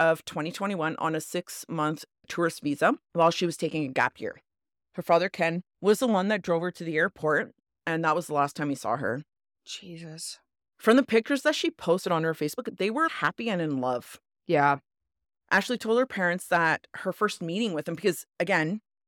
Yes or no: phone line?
no